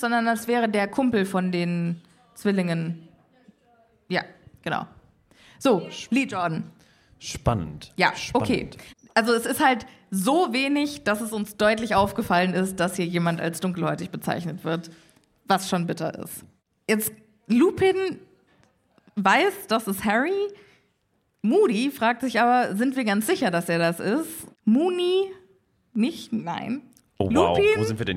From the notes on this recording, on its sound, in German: LIVE IN BERLIN. Der Live-Aufnahme zweiter Teil.